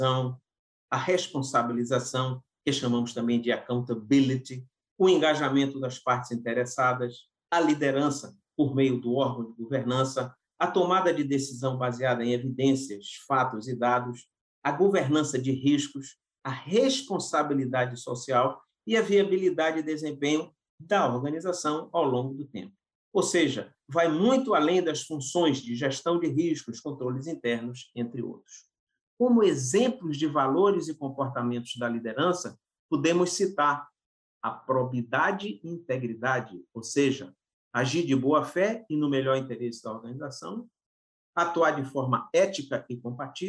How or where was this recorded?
video call